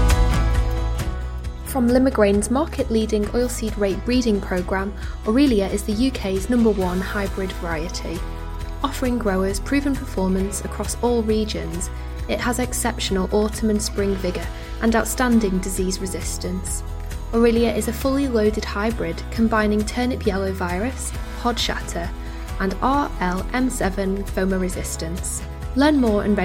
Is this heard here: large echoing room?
no